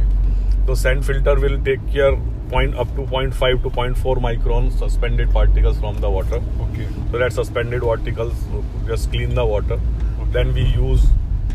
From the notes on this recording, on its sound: This conversation was recorded while we drove back after a demonstration at Coconut Lagoon, Kumarakom.